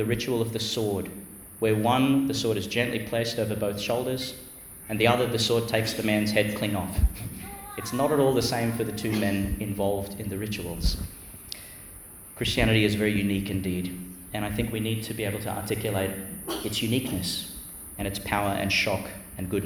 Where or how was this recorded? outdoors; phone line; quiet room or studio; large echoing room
large echoing room